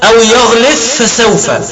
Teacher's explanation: يدغم الباء في الفاء · Term: إدغام باء الجزم